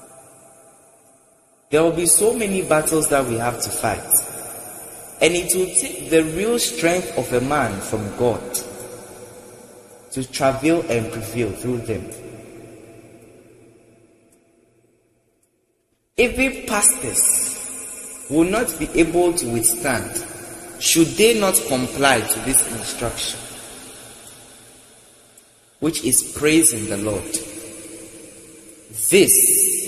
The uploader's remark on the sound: Preached at The February Global Communion Service, LIVE at the Love Arena Church, Accra - Ghana.